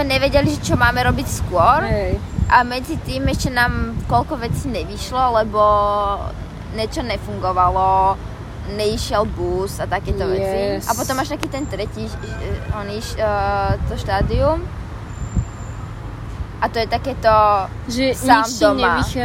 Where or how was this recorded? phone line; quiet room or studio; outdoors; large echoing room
outdoors